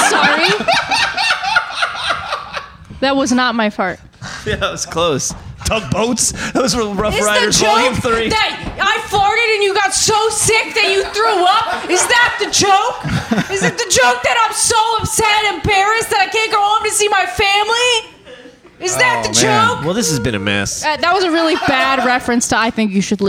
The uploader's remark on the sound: our audience, on location at One Up One Down Coffee Roastery & Caffe